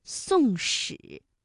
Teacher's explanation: 宋史，它的声母呢分别是思和诗，这是平舌音和卷舌音之间的连读